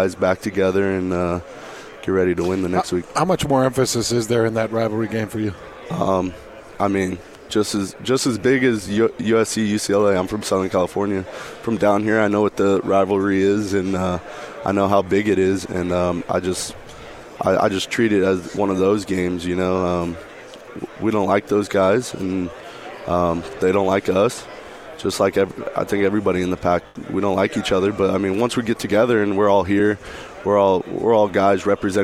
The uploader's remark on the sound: At Pac-12 Media Day.